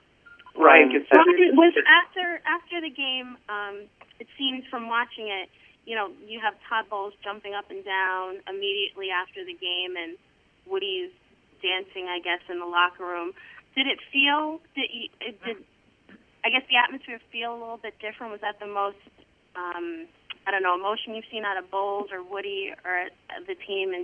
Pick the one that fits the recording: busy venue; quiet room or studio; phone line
phone line